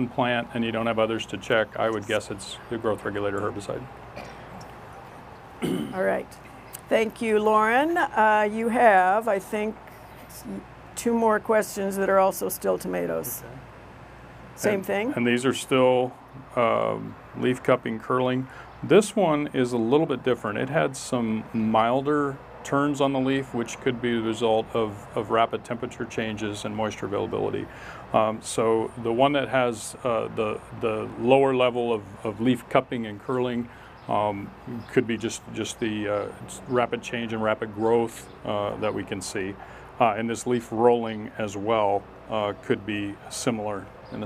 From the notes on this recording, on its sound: Backyard Farmer records a special program from Lauritzen Botanical Gardens in Omaha, Nebraska